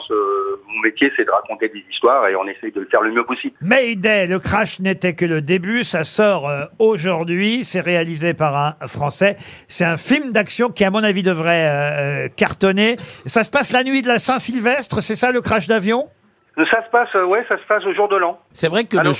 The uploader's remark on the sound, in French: les Grosses Têtes ont eu au téléphone